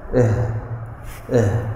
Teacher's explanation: الهمزة والهاء هذه من أقصى الحلق، من الجوف.